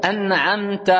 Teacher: le nun est prononcé clairement, la pointe de la langue vient se poser sur la racine des incisives des dents supérieures · Term: l'idhar